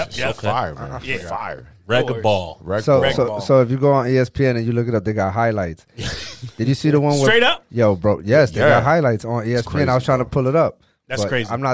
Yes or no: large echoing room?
no